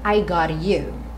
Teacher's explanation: o T viria cortando o som do O · Term: consoantes oclusivas